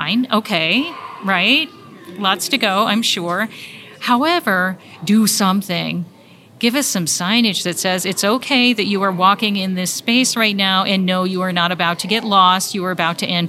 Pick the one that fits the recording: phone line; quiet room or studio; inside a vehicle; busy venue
busy venue